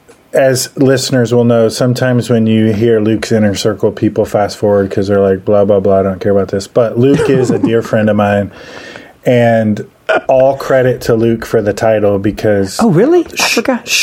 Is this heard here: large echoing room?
no